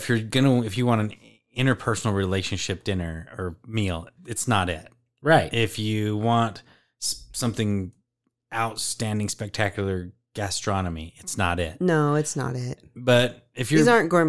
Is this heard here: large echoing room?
no